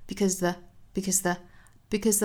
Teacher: 注意这三个音节都是弱读的，所以节奏很短快